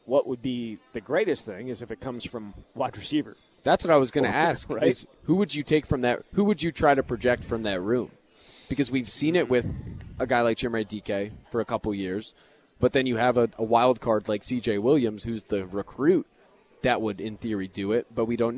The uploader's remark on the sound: live at Monk's in Sun Prairie